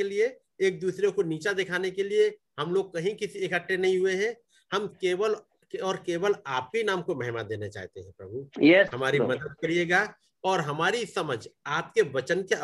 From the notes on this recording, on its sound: Zoom Meeting